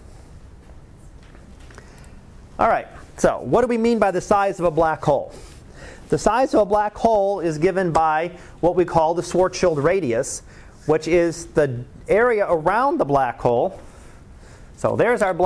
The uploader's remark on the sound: Live Class Lecture